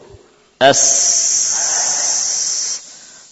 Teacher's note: Di posisi inilah kemudian, ya, mengalir nafas, mengalir saut, ya, melewati celah-celah yang sempit, ya, antara gigi-gigi seri atas dan bawah.